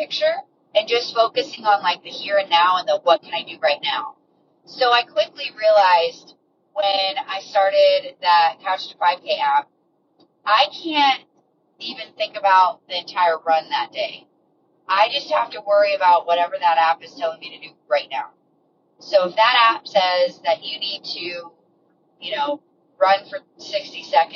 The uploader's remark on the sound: Ignore the car sounds (this won't be a regular thing).